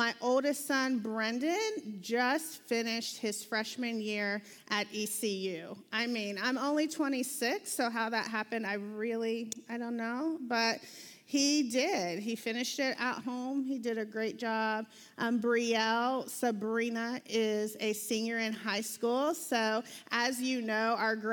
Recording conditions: large echoing room